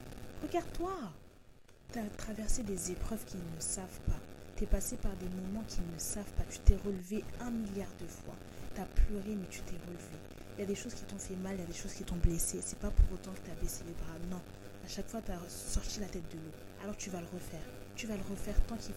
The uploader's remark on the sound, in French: Je sais que dans cet épisode, la qualité audio n'est pas grandiose.